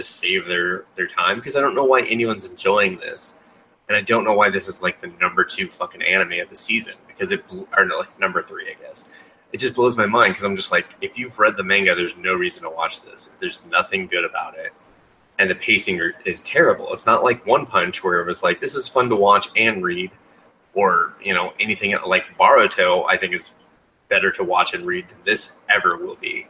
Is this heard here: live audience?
no